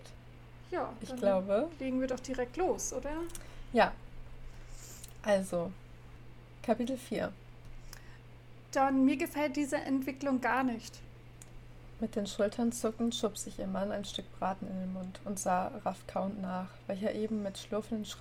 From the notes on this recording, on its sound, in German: Entschuldigt die Hintergrundgeräusche